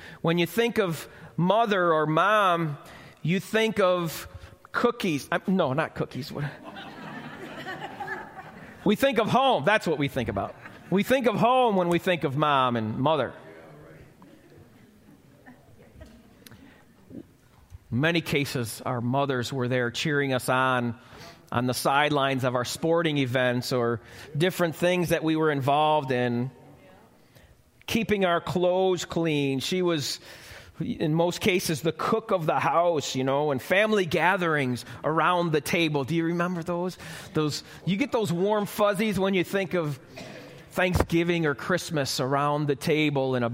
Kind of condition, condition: setting, live audience